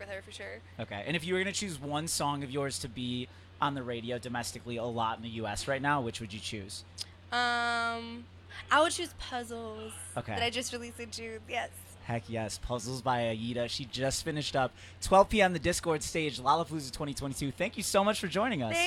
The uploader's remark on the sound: The MIX is live backstage at Lollapalooza 2022!